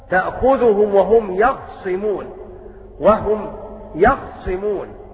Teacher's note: وقرأ حمزة بسكون الخاء وتخفيف الصاد، فيقرأ هكذا حمزة تأخذهم وهم يخصمون، وهم يخصمون.